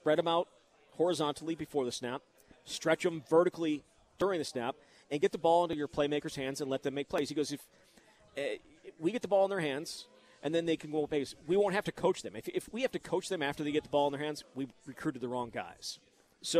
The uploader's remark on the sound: live at Monk's in Sun Prairie